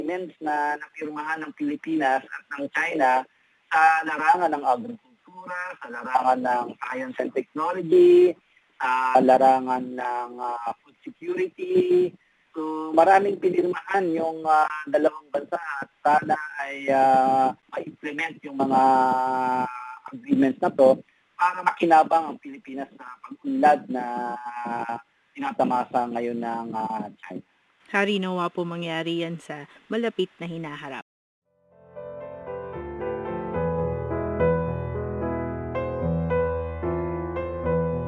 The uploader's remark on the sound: Phone interview ng CMG.